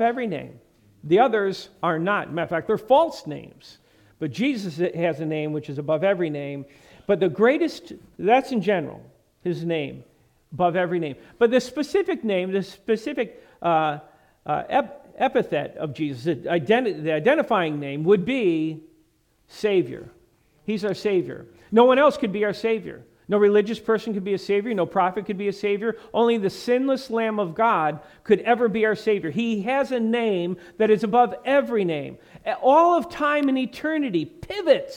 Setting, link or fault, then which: setting, large echoing room